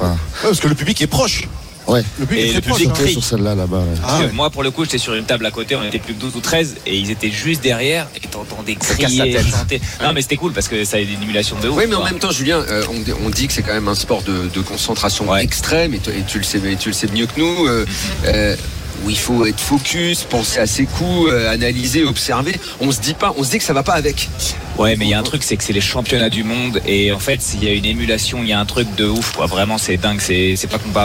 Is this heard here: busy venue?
yes